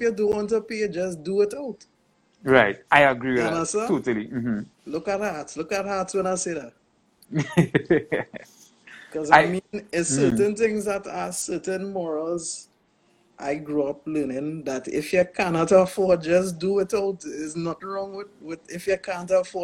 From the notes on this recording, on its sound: This Interview was conducted via Instagram Live